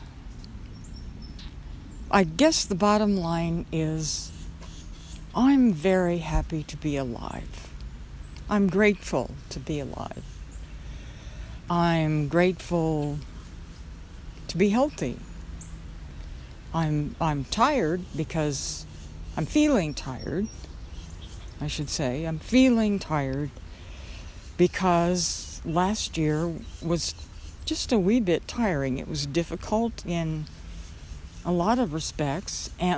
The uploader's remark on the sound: Walking in the park on a cool and cloudy, rainy day. You may be able to hear the stream as it tumbles over rocks and a few branches.